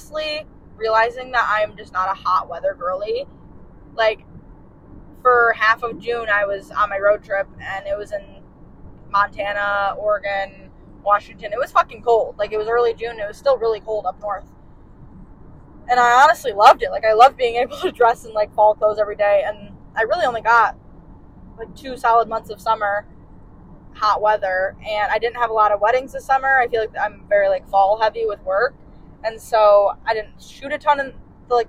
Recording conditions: poor sound quality